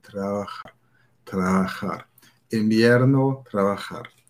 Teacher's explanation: Invierno ausgesprochen, das B wie ein B, bei dem die Lippen sich nicht berühren